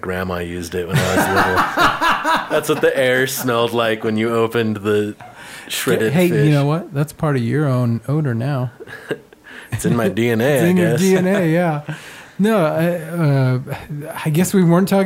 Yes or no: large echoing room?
no